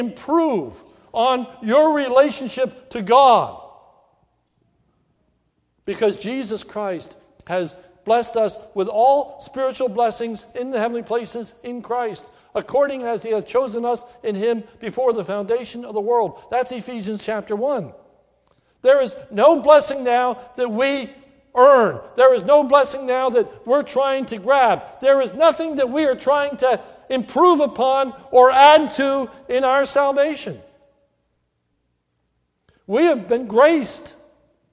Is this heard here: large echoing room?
yes